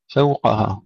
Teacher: ترقيق الفاء والواو ثم تفخيم القاف